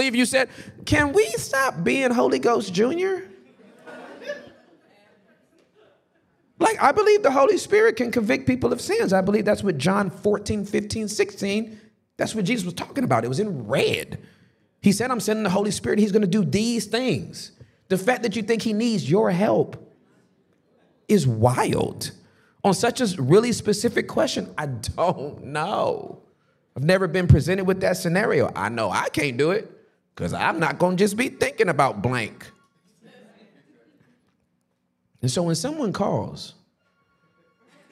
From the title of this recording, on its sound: The Basement LIVE in NEW YORK CITY